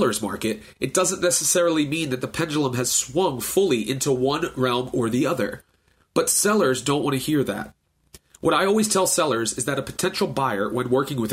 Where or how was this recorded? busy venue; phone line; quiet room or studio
quiet room or studio